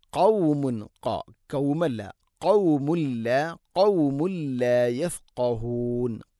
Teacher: قاف തൊണ്ടയുടെ മുകൾ ഭാഗവും കഴിഞ്ഞ് ചെറുനാക്കാണ് മഖ്റജ്.